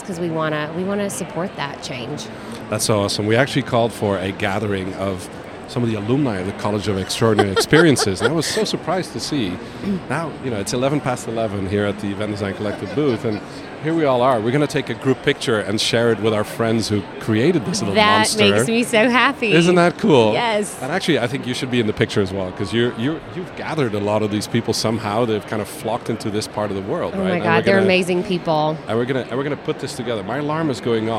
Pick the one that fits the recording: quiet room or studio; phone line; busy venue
busy venue